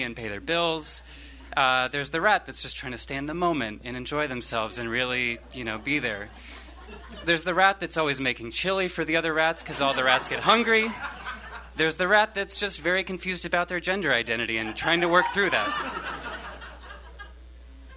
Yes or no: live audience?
yes